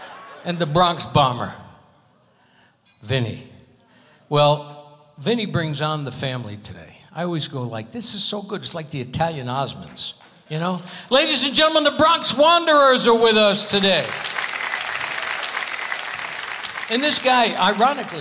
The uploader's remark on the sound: Live at the SouthPoint Casino